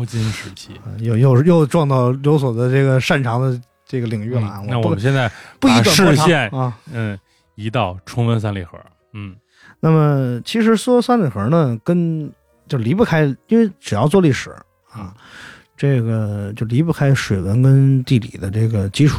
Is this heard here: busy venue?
no